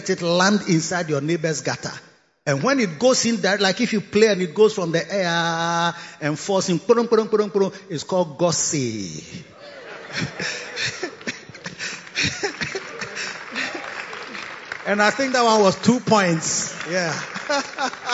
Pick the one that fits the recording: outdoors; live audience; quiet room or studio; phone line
live audience